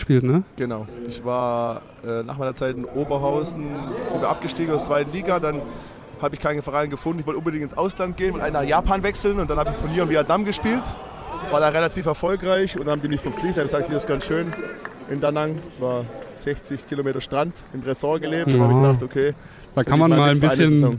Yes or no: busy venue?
yes